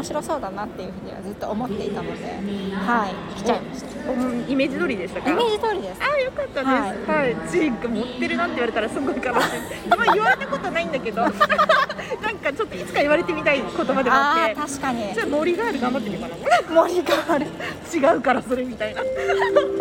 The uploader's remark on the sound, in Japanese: 笑い声がうるさくてすみません。